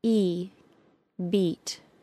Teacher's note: To create the E sound, the body of the tongue is high and close to the tooth ridge and hard palate. The jaw is mostly closed, allowing a very narrow stream of air to pass through the vocal tract. Long E, E, beat.